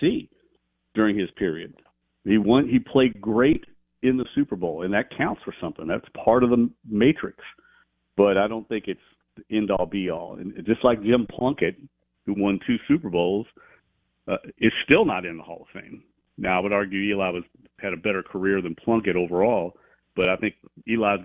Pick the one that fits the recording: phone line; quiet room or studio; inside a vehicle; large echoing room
phone line